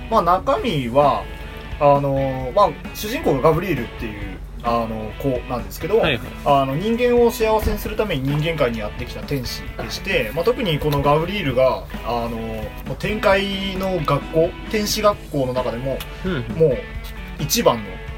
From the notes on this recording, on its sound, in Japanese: 録音機材：iPhone7